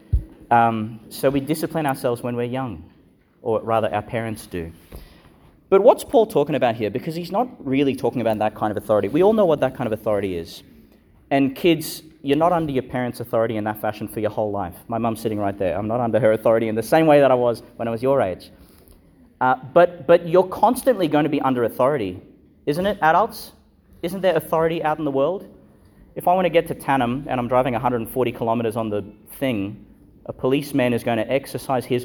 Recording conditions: large echoing room